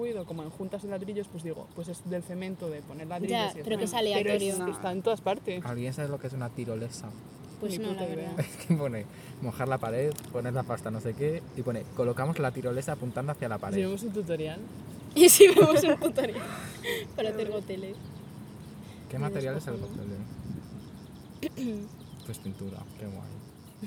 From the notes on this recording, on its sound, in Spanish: Episodio grabado en el parque